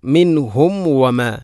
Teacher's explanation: സുക്കൂനുള്ള മീമിന് ശേഷം വ വന്നാൽ രണ്ട് ചുണ്ടുകൾ തമ്മിൽ തട്ടി കൂട്ടണം, അഥവാ രണ്ട് ചുണ്ടുകൾ തമ്മിൽ കൂടിയാലാണ് മീമ് പൂർണ്ണമാവുകയുള്ളൂ.